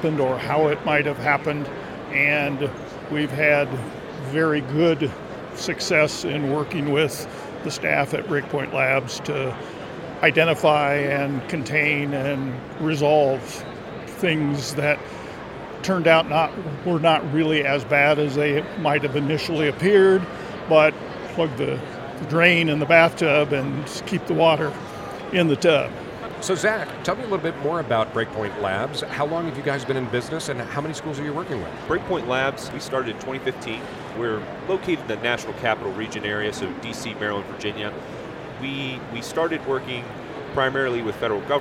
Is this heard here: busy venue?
yes